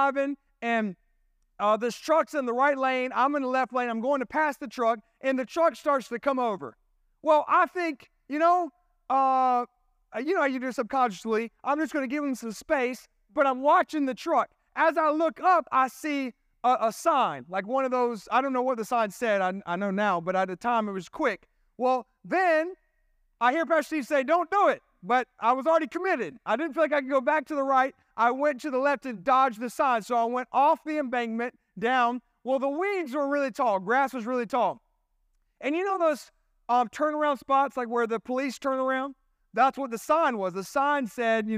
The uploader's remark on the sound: This sermon was recorded at Family Worship Center in Columbia, SC on Sunday, July 16, 2023.